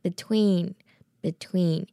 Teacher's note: 念 ween 的时候记得嘴角要往两边撑开一点点，然后再加上一点鼻音